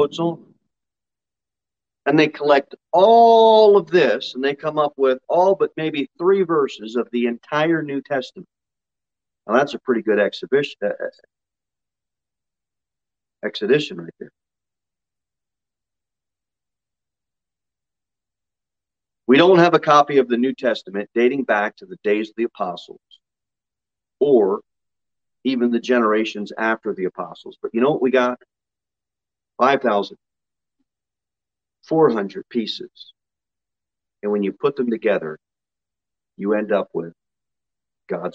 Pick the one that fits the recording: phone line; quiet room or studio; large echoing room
large echoing room